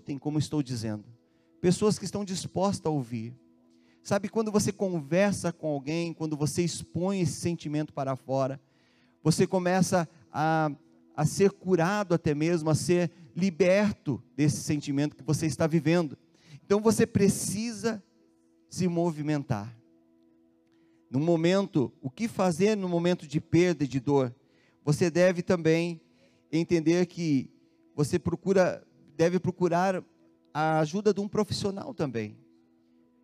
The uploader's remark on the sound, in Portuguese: Em nosso Culto de Noite de Glória. Na Igreja ABA Curitiba (Transmitido ao vivo).